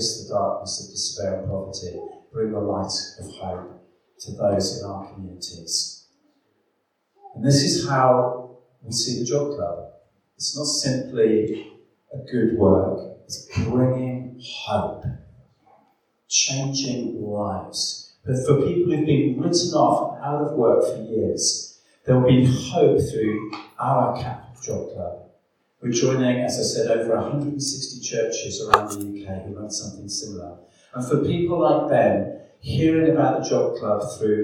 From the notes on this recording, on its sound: Please excuse the echoing sound of the recorded video.